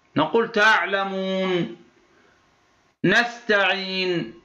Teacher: إذا وقفنا نمد الواو المدية في تعلمون · Term: المد العارض للسكون